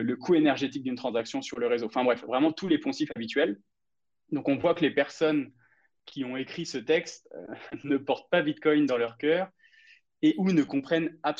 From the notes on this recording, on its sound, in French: Nous vous expliquons tout en grand débat ici. Vous êtes plus de 200-300 en live et plus de 25 personnes ont parlé.